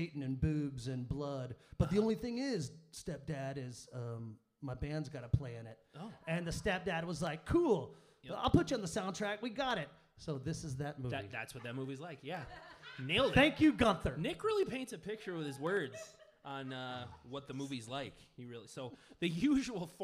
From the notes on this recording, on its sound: This time we recorded in front of a live audience! At the Very Famous X-Ray Arcade in Cudahy, Wisconsin. We played the movie for our audience, and afterwards sat down and recorded this episode.